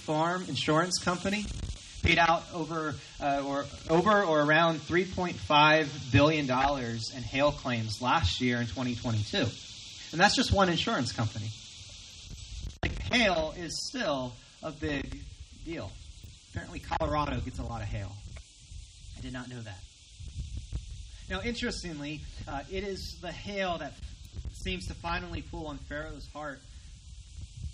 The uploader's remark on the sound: Recorded from our outdoor worship gathering.